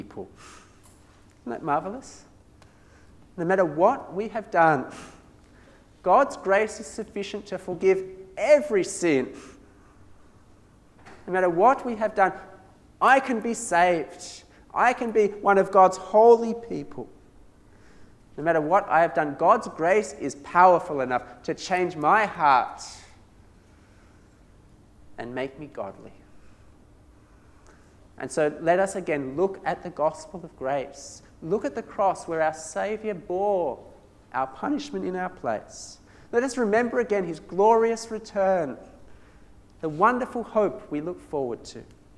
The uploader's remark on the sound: This sermon was preached at St Mary's Cathedral, KL on 10th December 2017